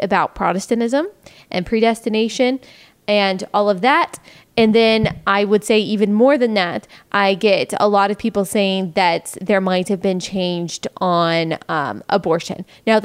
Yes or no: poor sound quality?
no